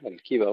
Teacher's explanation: ورشا له تفخيم الراء هنا لأن قبلها حرفا مفتوحا، قد يشكل، قد يشكل الأمر أن قبلها كسرة فيرققها البعض، وهذا خطأ لأن الكسرة فصلت عنها بحرف مفتوح الكبر وليس الكبر. · الراء مفخمة حتى عند ورش